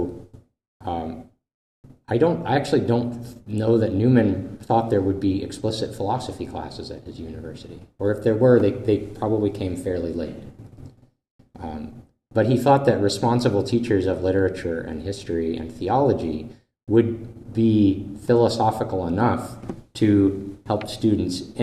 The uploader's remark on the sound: This lecture was given on April 27th, 2023, at Saint Louis University.